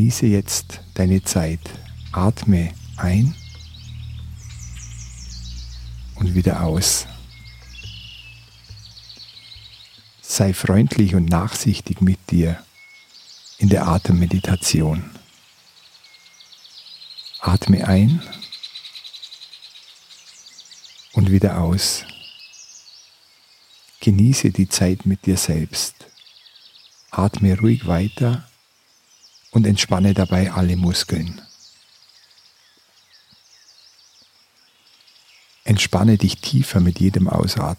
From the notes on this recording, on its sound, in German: In dieser Folge hörst du eine Aufnahme vom Meer. Die hochwertige Audio-Aufnahmen, die ich in Indien gemacht habe umfasst das volle hörbare Klangspektrum.